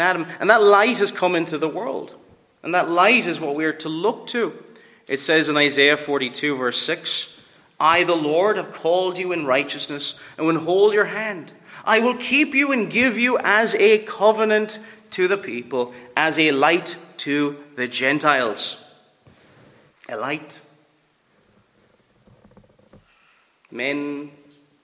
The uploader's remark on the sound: Preached at Ballylane Reformed Presbyterian Church